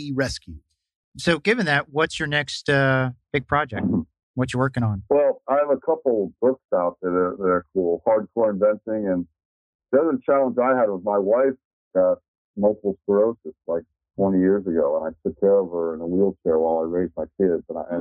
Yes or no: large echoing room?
no